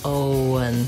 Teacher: it just happens naturally as I move from O to un, Owen, that the W comes in.